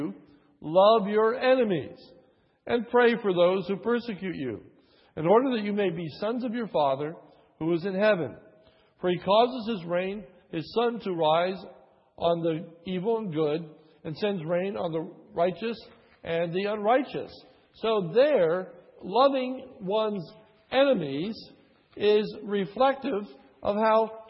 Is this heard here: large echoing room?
yes